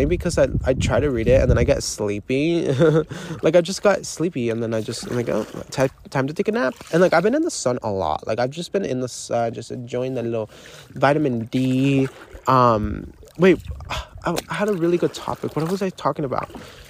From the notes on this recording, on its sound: literally live from my paddleboard